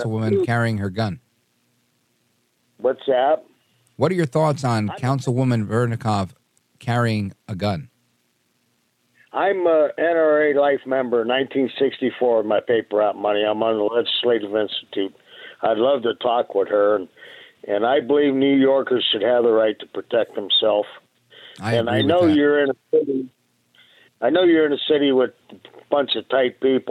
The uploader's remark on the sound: It's Open Phones across America.